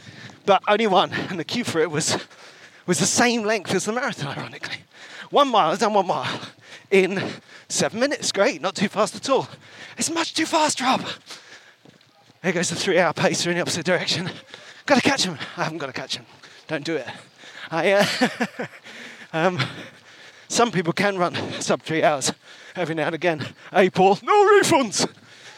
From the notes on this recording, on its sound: Comes to you live and direct from the 2023 Brighton Marathon.